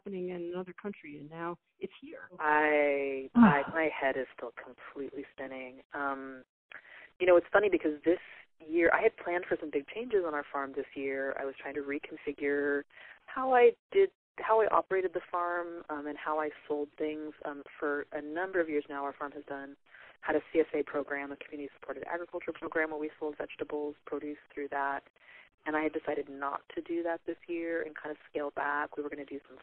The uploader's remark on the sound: over the phone